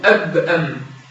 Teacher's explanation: ان الباء والميم فيهم الشفتين مع بعض